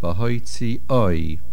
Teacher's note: The word bahoitzi oi, this is milra, the main accent on the last syllable